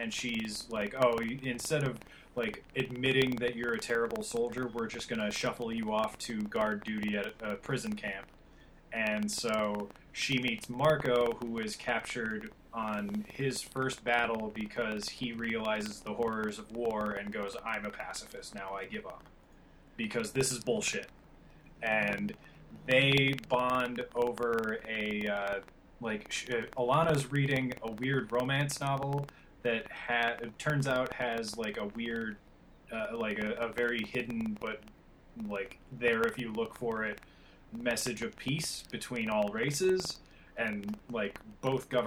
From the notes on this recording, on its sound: realized the sound quality issue, and found there was nothing he could do about it.